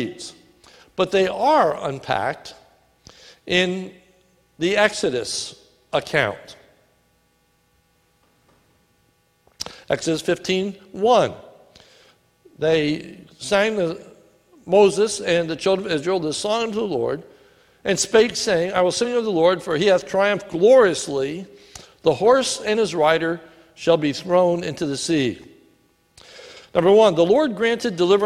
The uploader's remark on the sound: a sermon recorded at the Lebanon Bible Fellowship Church in Lebanon, PA on 6/16/2019 during the evening service